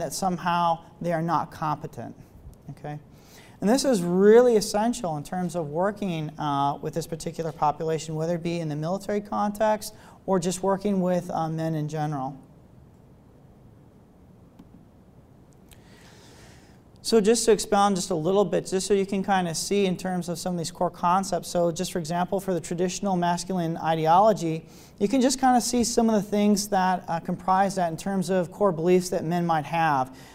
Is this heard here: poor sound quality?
no